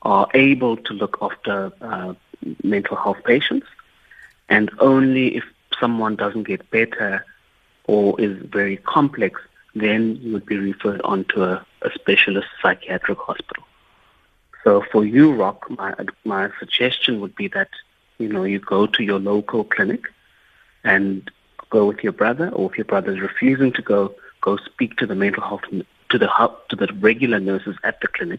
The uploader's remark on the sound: we are joined on the line